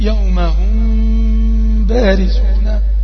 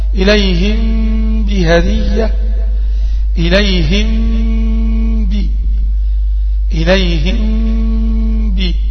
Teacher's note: نطقت الميم الساكنة في حالة بين الإظهار والإدغام، لأن أظهرتها يعني ضغطت على شفتين قوي لكي تثبت الميم الواضحة، وكذلك لم أضغم الميم ويعني ذهبت الميم بالكلية، بل وجدت الميم لكن في حالة وسط بين الإظهار والإدغام مع بقاء الغنة المستطالة وبدون تجديد.